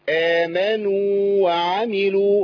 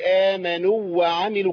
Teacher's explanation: آمنوا وعملوا، لابد من بيان زمن المد في آمنوا، ها، حتى لا تضغم الواو في الواو المتحركة · Shown in: first take